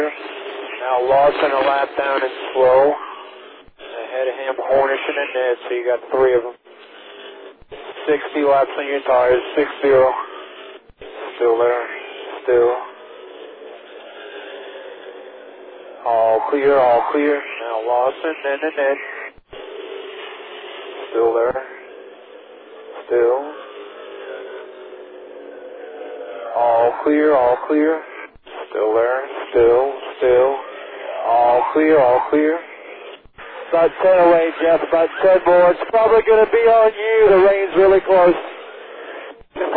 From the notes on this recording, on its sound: Phoenix In-Car Audio.